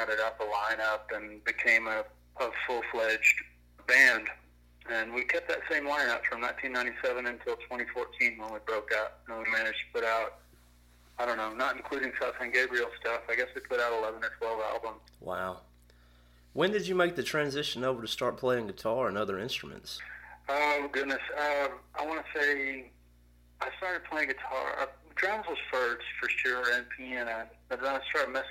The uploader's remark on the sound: burnt the phone lines